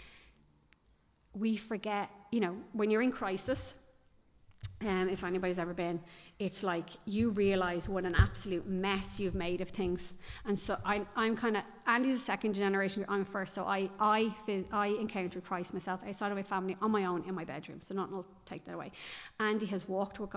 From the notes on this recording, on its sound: Recorded live in Liberty Church